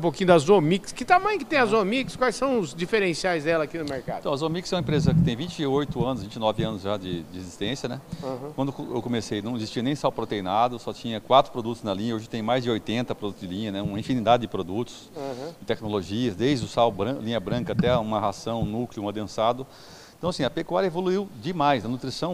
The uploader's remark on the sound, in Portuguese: Prosa boa gravada durante a Reunião Itinerante da ASBRAM, em Campo Grande.